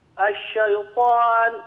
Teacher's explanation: لما تقول الشيطان لا تفخم الشين